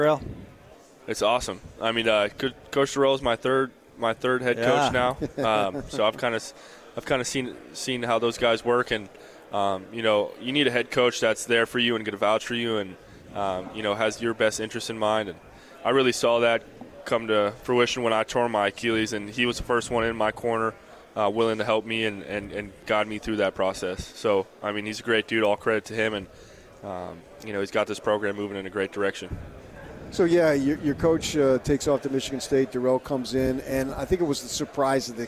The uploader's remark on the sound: LIVE from Pac-12 Media Day in Los Angeles, CA.